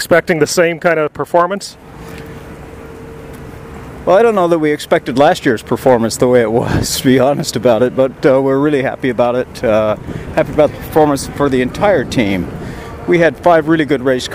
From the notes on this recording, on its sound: We caught up with him at the 2023 Acura Grand Prix of Long Beach as he was walking back to his hotel after a long day at the track.